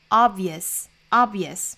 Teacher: 它第一个元音要读成刚才英音的是 o，美音是 a